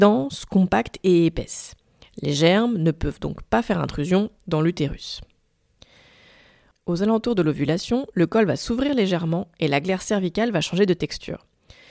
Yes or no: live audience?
no